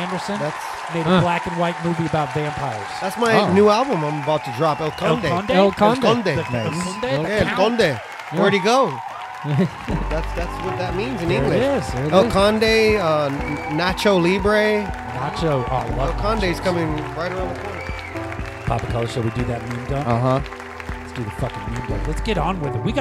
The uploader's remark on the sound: Filmed in front of a live Studio Audience.